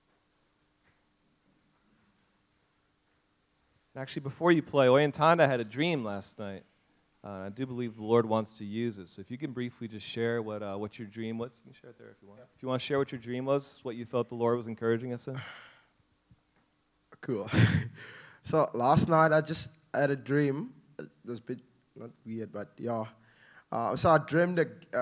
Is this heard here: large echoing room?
yes